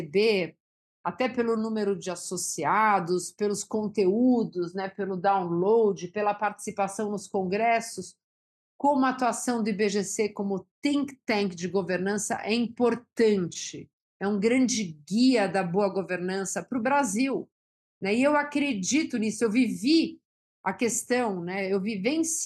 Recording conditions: video call